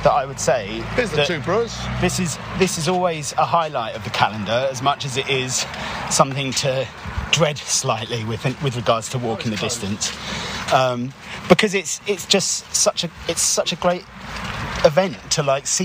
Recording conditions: outdoors